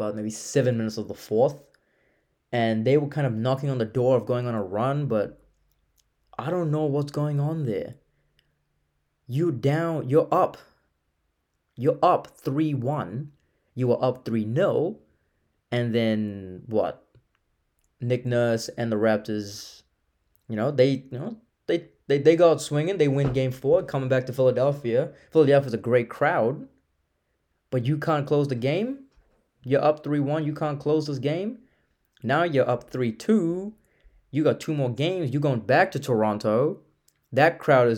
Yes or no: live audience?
no